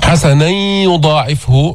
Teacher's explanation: هذا إدغام غير مستكمل التشديد، إدغام بغنة